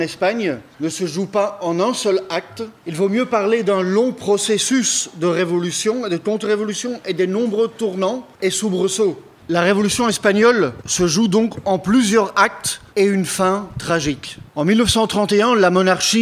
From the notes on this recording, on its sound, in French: Conférence donnée à l’École marxiste d’hiver de Montréal 2023